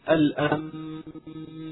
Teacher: كذلك كلمة الأنبياء، لو تلاحظون الأنبياء عندنا نون ساكنة بعدها حرف الباء، حرف الباء هو حرف الإقلاب، إذا حكم النون الساكنة هنا هو الإقلاب، فنقلب النون هذه إلى ميم ساكنة إلى ميم مخفى ونعطيها غنة مستطالة فتقرأ كالتالي: الأنبياء.